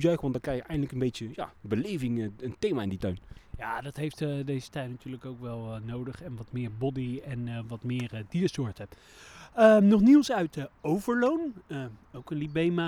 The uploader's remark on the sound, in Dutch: brengen we in festival sfeer een bezoek aan een zwoel Beekse Bergen